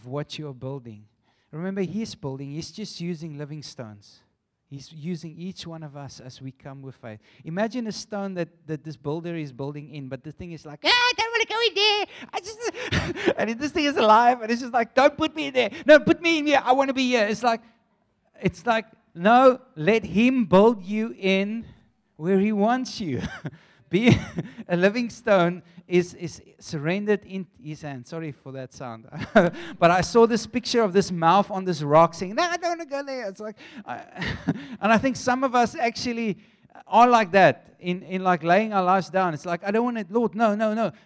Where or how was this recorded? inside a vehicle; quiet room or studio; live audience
live audience